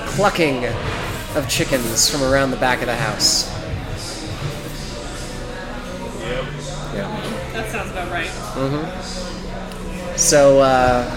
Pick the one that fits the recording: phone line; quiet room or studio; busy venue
busy venue